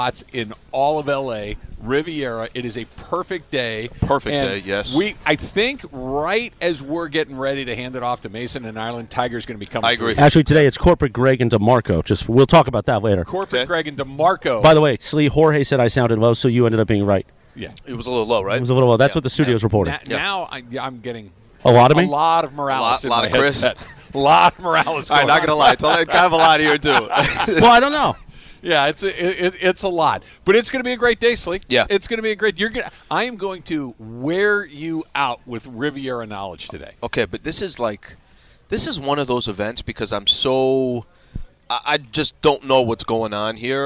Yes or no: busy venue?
yes